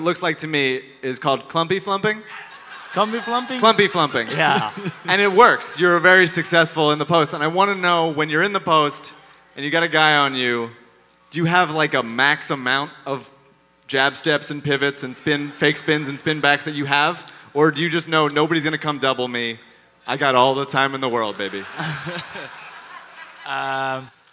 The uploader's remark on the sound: Even if you don’t like live podcasts, this one is a must listen.